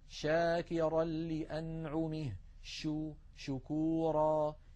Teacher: فهكذا نجد بأن الشين لا ينقفل المخرج عند النطق بها، بل يبقى مفتوحا يمر منه الصوت